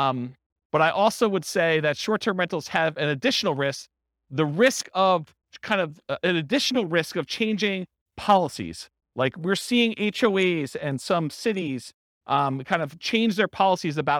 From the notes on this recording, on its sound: This was a live class recorded